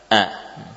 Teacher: huruf yang dilafadzkan dari mana? Tenggorokan, bagian pangkal. · Term: hamzah